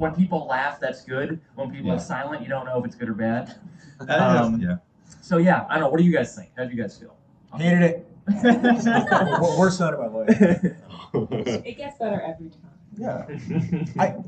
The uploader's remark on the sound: SWEET RELIEF Live Show at Cinema Salem. To Salem MA to Cinema Salem for SWEET RELIEF.